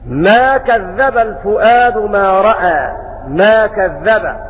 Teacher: قرأ بتشديد الذال ما كذب الفؤاد ما رأى